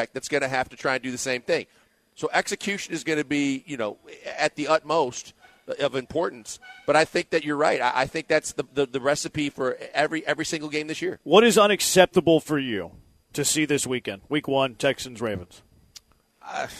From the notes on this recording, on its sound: LIVE from East River 9 in East Downtown!